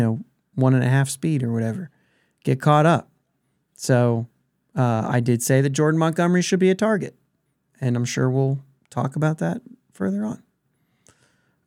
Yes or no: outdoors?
no